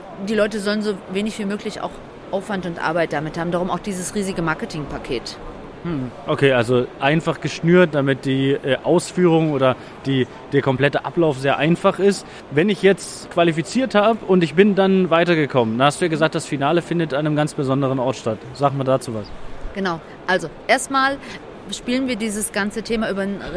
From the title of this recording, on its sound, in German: Live von der area30